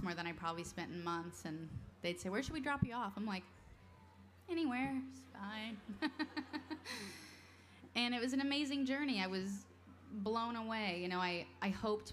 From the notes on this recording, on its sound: 2012 Library of Congress National Book Festival